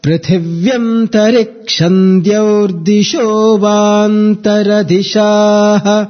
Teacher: The syllable sho carries the upward intonation.